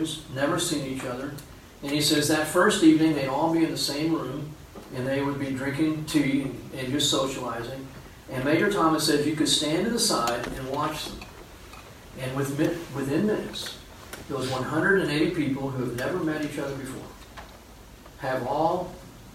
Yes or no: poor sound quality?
yes